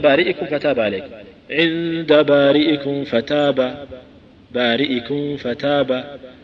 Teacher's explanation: يستبق نطق الفاء ويعمل الثنايا العليا مع الميم فتختلط بالفاء. والسلامة من ذلك أن تنطق الميم نطقا كاملا وتطبق شفتيك ثم تنتقل الحرف الذي بعدها، تقول عند بارئكم فتاب، بارئكم فتاب بدون سكتة.